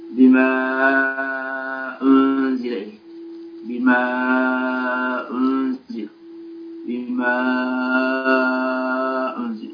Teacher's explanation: الألف هذه التي في آخر بما مددناها مدا زائدا على الطبيعي · Term: المد المنفصل